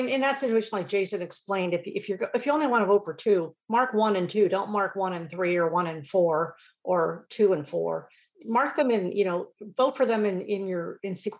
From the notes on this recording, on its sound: RECORDED: Wednesday, April 27, 2022 via Zoom. Addressing Alaskans features local lectures and forums recorded at public events taking place in Southcentral Alaska.